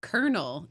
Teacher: Colonel has a literal R sound in it, and there's not a goddamn R in the whole word